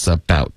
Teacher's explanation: About 的特也会省略